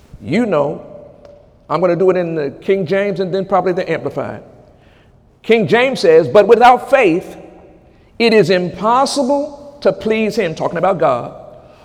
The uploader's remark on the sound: During Sunday morning service on May 6, 2018